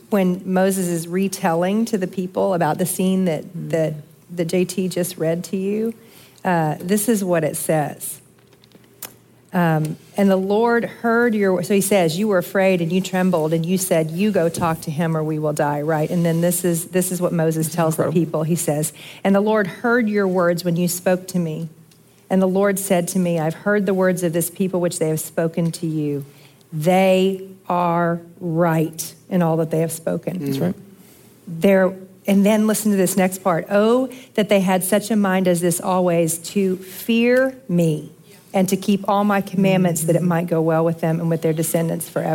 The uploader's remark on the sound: live from the Proclaim Truth Conference